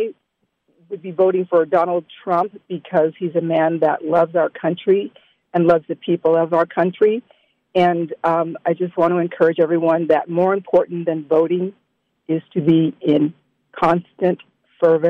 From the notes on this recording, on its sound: opened the phone lines to allow listeners from across the nation